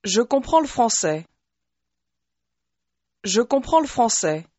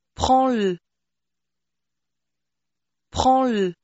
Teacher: The le is just sort of tacked on to the previous word.